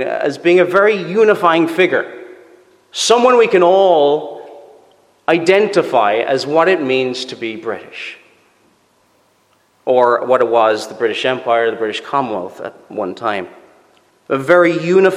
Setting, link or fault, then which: setting, large echoing room